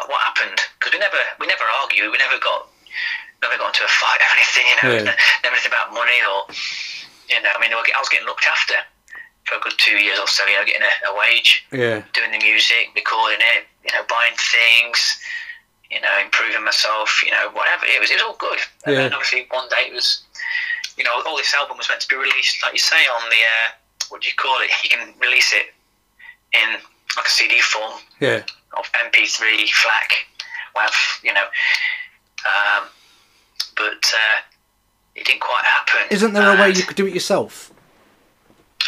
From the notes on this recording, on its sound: He even performs some live music (over the phone due to the coronavirus)